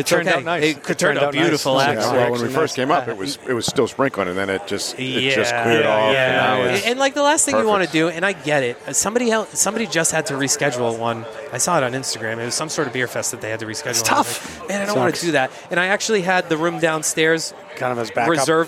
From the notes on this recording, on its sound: We were lucky enough to broadcast from the spectacular roof deck (highest roof deck in Boston, BTW) at Six West in Boston for the Equilibrium and Friends event.